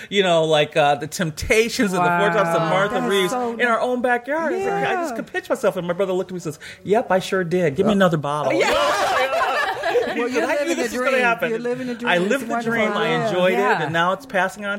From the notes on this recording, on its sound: Live from the Motown Mansion Auction